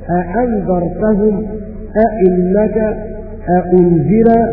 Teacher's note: روح عن يعقوب قرأ بتحقيق الهمزة الثانية